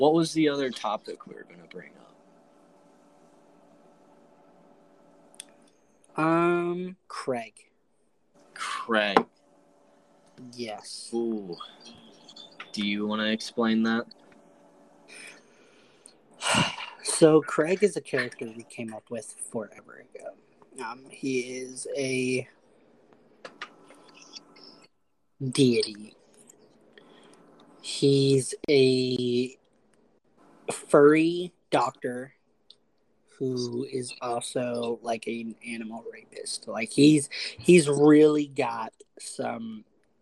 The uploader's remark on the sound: We had an audio malfunction during the episode record